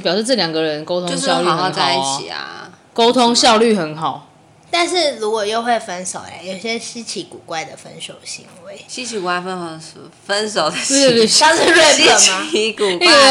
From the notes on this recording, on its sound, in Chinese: 道歉我們下次錄音不會再點滷味了。整條音檔都有吧唧嘴、金針菇咀嚼ASMR。